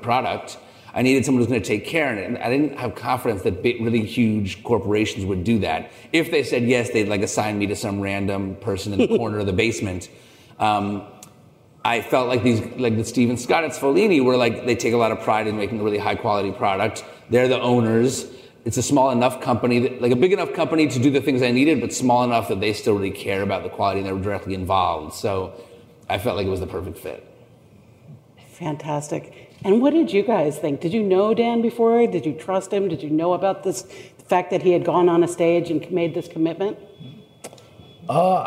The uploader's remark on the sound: In this special episode recorded live at the Summer Fancy Food Show 2022.